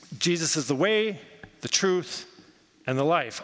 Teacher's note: All three parts are equal in weight, equal in emphasis, and equal in importance.